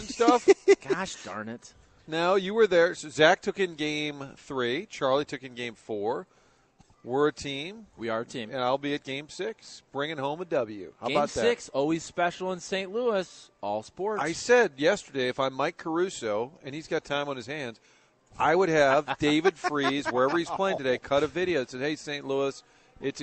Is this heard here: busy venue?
yes